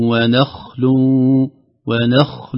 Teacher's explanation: الخاء ساكنة بدون قلقلة وفيها تفخيم